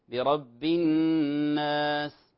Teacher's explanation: توضح همس السين بزيادة قليلة، يعني نقول لا نبالغ به، لا نبالغ بالهمس لأنه صوت خفيف كما تعلم، ولا أيضا ماذا، ولا نختلسه كما يقال، يعني لا نخفيها.